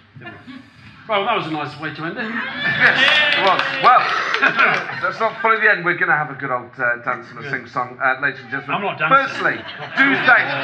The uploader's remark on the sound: Christmas Special political party with on stage guests.